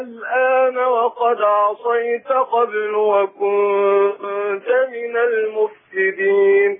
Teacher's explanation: وكانت همزة الوصل مفتوحة. فيجوز في همزة الوصل انها تسهل. تقرأ بين بين. · Term: التسهيل